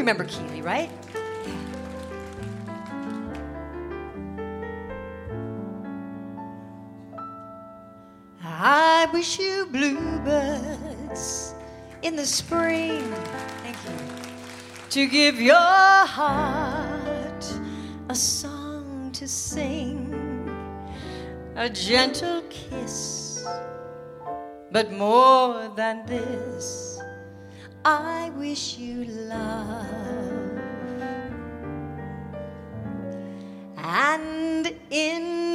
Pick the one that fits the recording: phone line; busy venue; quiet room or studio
busy venue